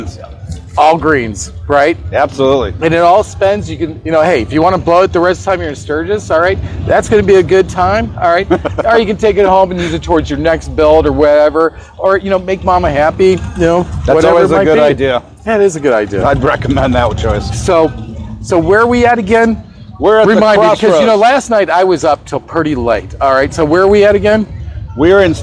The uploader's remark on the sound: Live in the Crossroads at the Sturgis Buffalo Chip